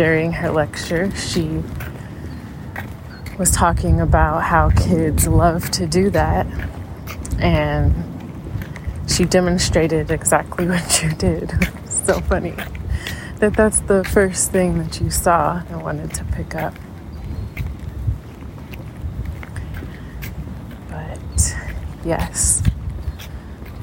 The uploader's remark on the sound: We chat as we are walking up the hill to the entrance and then return as we are leaving class to discuss how it went.